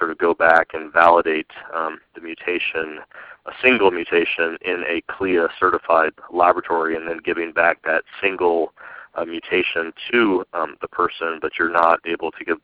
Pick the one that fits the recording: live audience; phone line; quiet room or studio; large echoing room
phone line